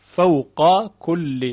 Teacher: فوقا کل باید به فک ادغام و اظهار قاف خونده بشه به دلیل ساکن بودن قبل از قاف.